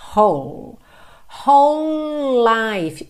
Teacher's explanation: Então, ó, W-H-O-L-E, whole, whole, whole life. Eu junto tudo aqui porque é como se eu tivesse dois L's ligados, já que o E do whole não é pronunciado, tá?